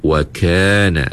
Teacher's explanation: Masa sebut huruf kaf ni, pastikan ada sedikit angin. Sebab apa? Sebab kaf ini bersifat dengan sifat hamas.